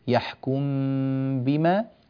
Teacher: الميم الساكنة عند الباء حكم الإخفاء الشفوي